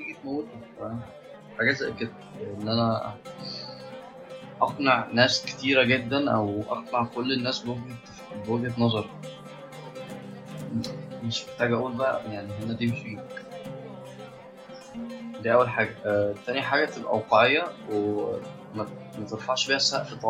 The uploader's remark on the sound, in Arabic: بعض النظر عن جودة الصوت المختلفة عن العادي